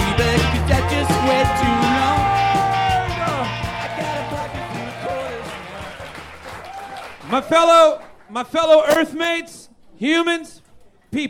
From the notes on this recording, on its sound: Recorded LIVE at Chicago’s Historic Green Mill Lounge on September 30th 2023